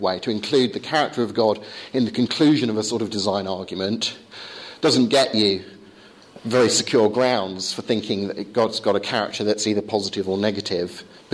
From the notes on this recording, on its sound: course at Higfield Church Southampton